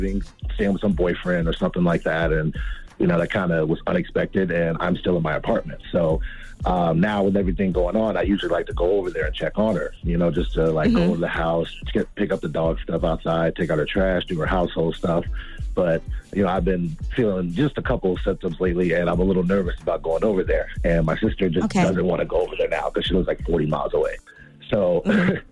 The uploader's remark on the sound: Today on the show we opened up the phone lines to see how single people are dealing with quarantining alone.